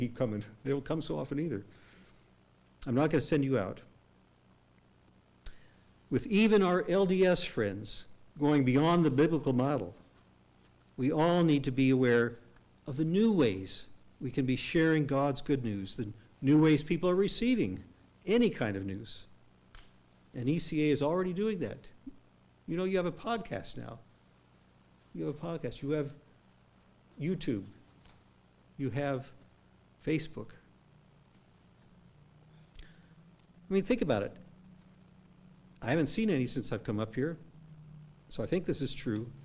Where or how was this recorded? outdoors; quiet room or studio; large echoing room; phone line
large echoing room